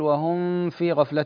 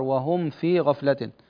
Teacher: الميم قبل الفاء حكمها الإظهار، يعني نظهر الميم قبل الفاء · Shown in: second take · لا أقول وهم في غفلة يعني وأغن الميم، لا الميم حكمها الإظهار وهم في غفلة.